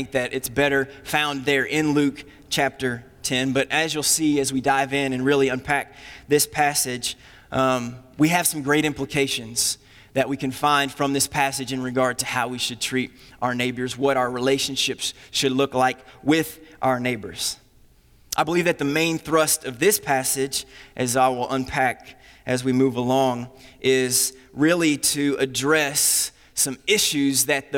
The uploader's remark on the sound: Recorded on January 26, 2020 at Graceland Baptist Church in New Albany, Indiana.